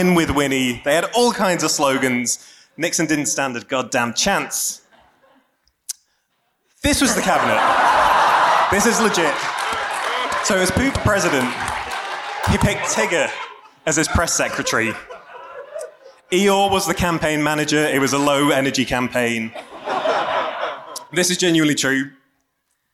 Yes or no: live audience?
yes